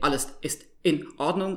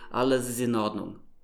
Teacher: So it link all the words together, basically saying one long word instead of four split up words · Shown in: second take